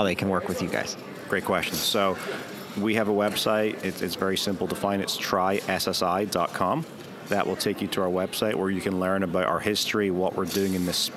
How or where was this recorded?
busy venue